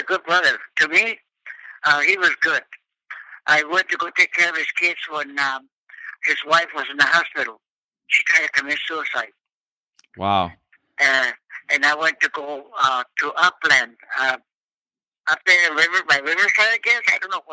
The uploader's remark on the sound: a phone conversation with each of his grandmothers